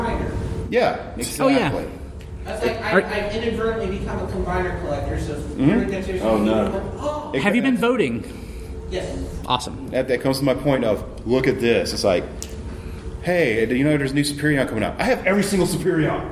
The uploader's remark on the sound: The Transformers panel from Joelanta 2015.